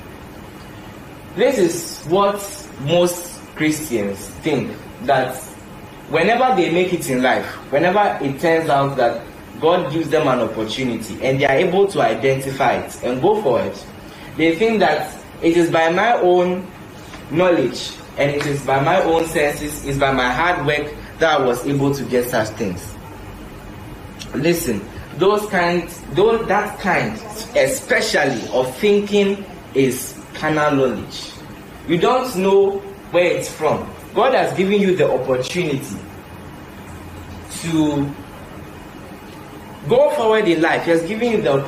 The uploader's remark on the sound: Preached at The Midweek Service, LIVE at the Love Arena Church, Accra - Ghana.